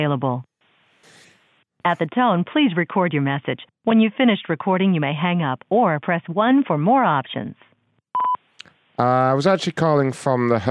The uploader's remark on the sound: We also got some special incoming calls